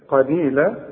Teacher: القاف مفتوحة فمفخمة وعند الوقف تديها ألف كاملة